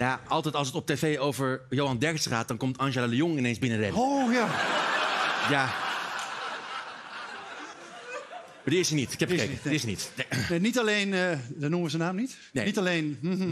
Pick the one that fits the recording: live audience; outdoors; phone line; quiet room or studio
live audience